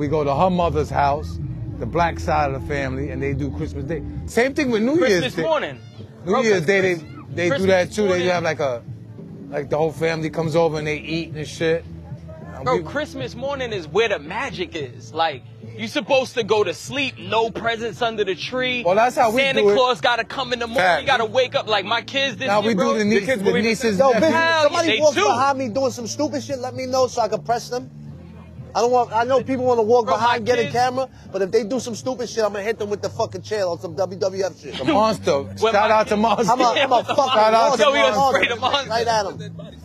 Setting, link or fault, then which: setting, outdoors